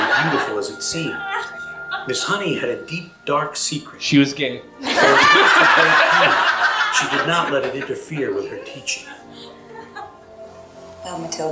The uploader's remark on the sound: LIVE from the Bell House. For their first LIVE SHOW in New York at the Bell House.